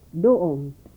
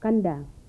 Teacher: The voiced dental stop